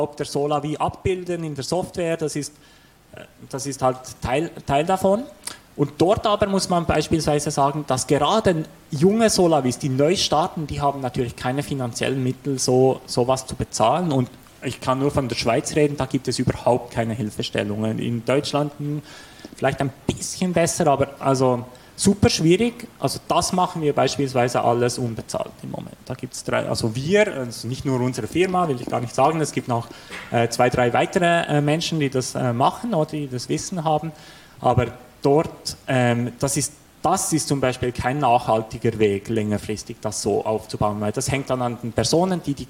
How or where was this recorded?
live audience